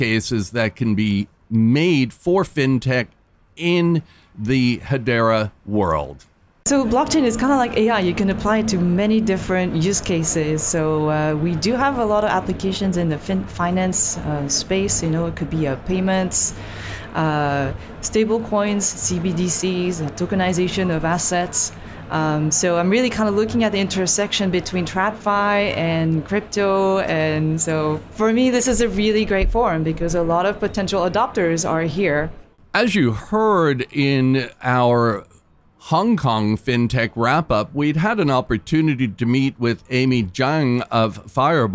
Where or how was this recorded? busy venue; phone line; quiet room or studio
busy venue